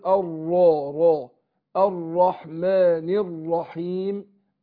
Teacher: هنا افخم الراء ايضا، هي الراء مشدده مفتوحه